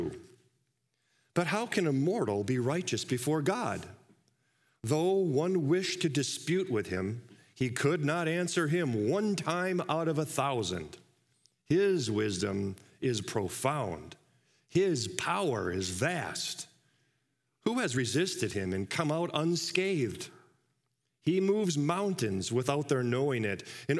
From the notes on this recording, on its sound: Live from our Celebration Ministry Center